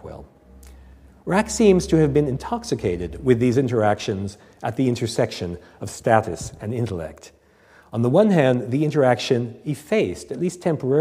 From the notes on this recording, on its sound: Recorded on 18 October 2006 at the University of Edinburgh's St Cecilia's Hall.